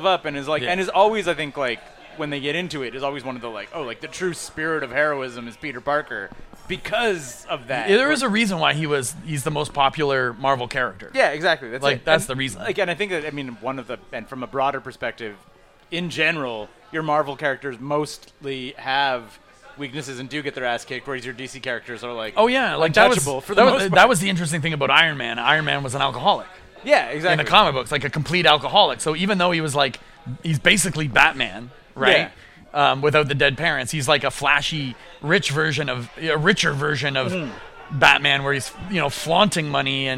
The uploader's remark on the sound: We recorded this one live (to tape) at the back of Grumpy’s on Montreal’s historic Bishop Street.